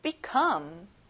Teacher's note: come에 강세를 넣어보는 거예요.